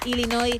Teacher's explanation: Así que bravo, sin pronunciar la S final, Illinois